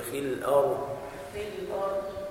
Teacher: الضاد لا تقلقل عند الوقف عليها